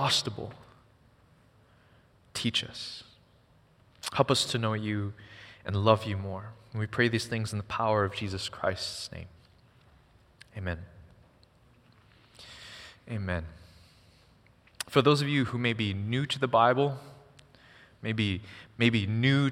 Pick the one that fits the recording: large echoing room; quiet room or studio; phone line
large echoing room